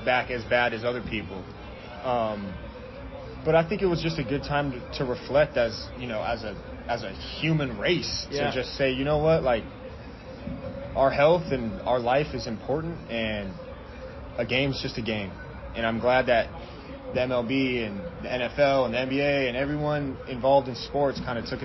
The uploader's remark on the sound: interviews from The Diamond in Richmond (which means a little more noise in the dugout, BP music on the loud speakers